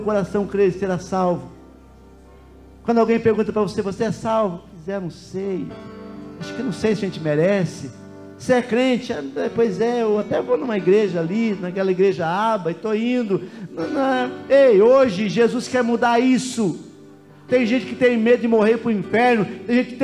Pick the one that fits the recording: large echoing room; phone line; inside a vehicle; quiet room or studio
large echoing room